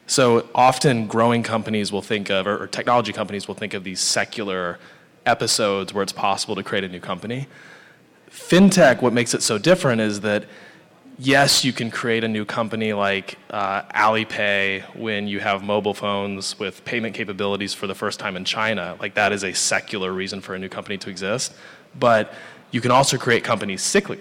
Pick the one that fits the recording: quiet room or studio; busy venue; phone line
busy venue